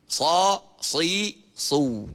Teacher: Tebal huruf tu di pangkal lidah. Isti'alat minta supaya tinggi pangkal lidah.